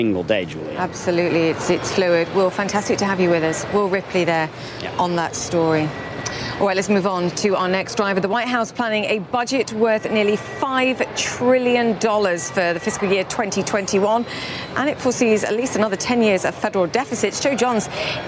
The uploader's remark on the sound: live from the New York Stock Exchange